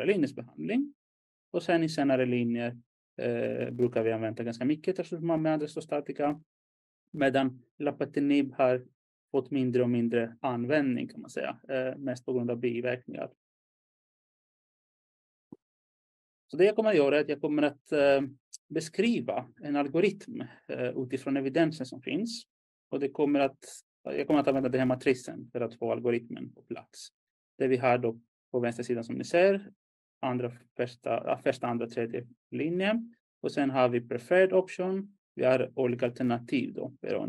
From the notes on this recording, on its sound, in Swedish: Ljudinspelningen från SOF:s webbinarium om Bröstonkologi som sändes 16/5 -2023.